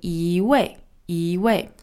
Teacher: So when it's followed by a fourth tone, it becomes a second tone.